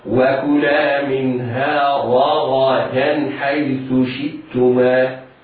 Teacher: راء مفتوحة مفخمة، بعدها غين مفتوحة مفخمة، بعدها دال مرققة